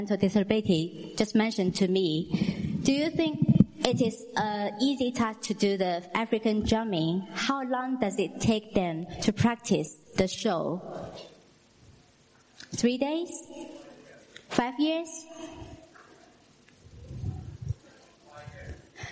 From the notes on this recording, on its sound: Recorded in the theatre the sound quality isn’t the best but please enjoy.